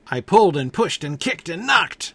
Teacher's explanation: Four verbs, all of them the stressed syllables, with the I and then three ands. · Term: iambic tetrameter